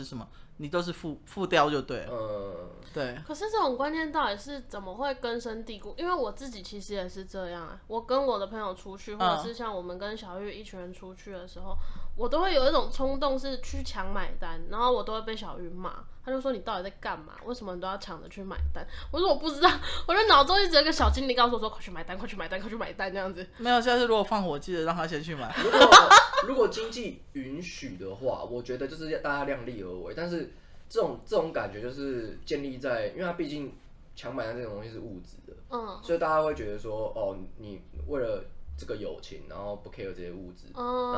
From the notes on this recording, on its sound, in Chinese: 收音最近都有忽遠忽近的問題